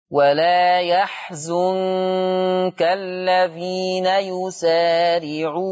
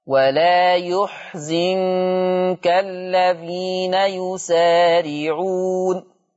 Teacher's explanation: يقرأ ورش بضم الياء وبكسر الزاي · Shown in: second take